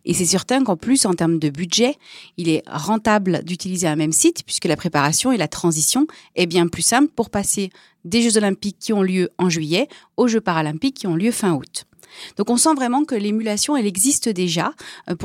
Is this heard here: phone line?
no